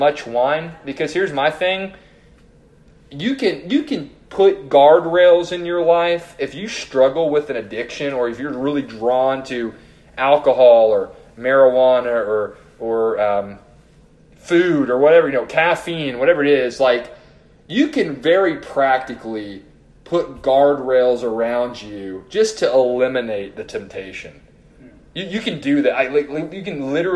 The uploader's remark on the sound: This sermon was preached to the youth and adult leaders at First Baptist Church-Edna.